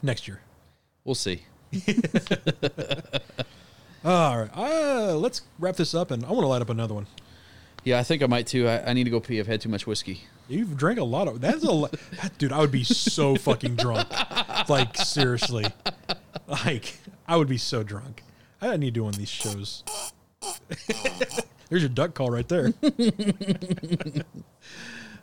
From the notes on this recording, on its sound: take the show outside into the crisp cool Autum air